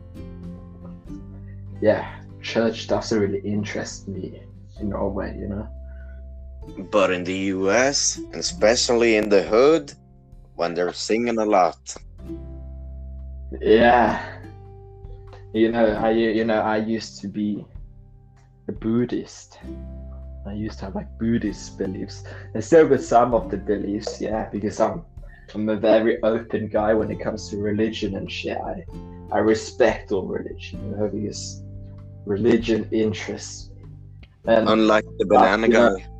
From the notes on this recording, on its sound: The sound quality is quite bad because I'm not at home for the next 2 weeks so I don't have a good microphone